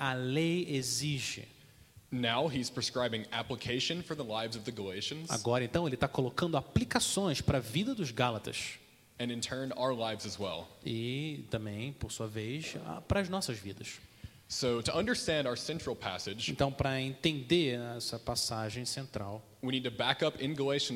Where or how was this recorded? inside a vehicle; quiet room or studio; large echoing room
large echoing room